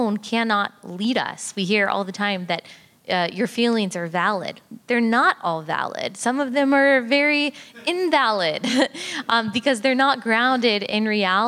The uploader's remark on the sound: LIVE at the 2024 Founders Conference. A LIVE show that was filmed at the 2024 National Founders Conference.